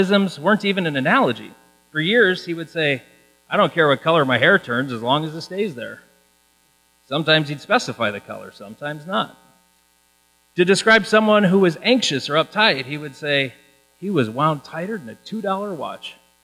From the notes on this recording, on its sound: The audio quality is not great, there was a buzz in the church audio system. I did my best to get rid of it.